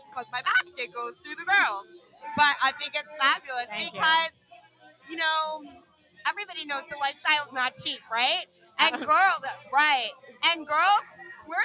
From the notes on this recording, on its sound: LIVE from the Club Giggity Hotel Takeover